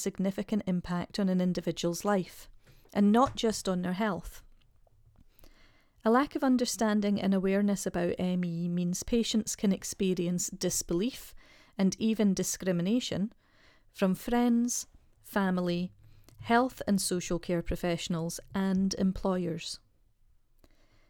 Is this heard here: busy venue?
no